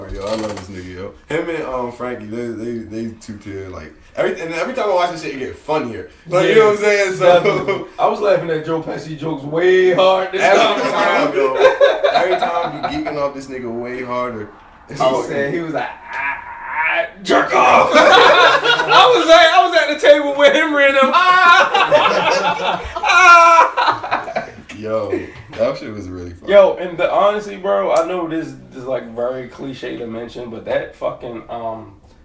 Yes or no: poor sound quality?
yes